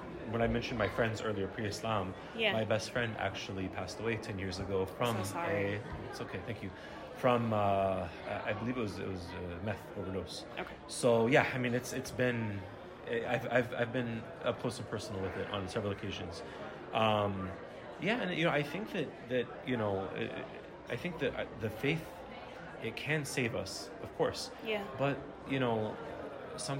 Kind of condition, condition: setting, live audience